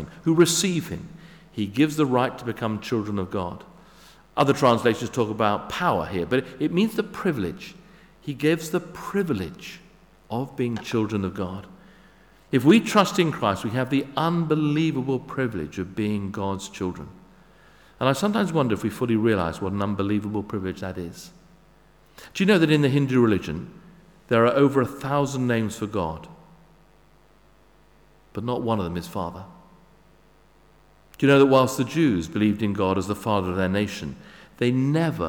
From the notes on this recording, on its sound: Sermon at St David's Moreton in Marsh